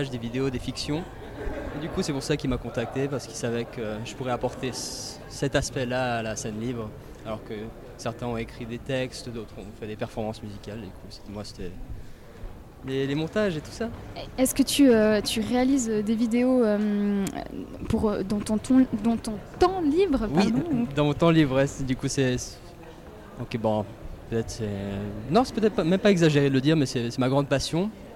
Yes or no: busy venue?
yes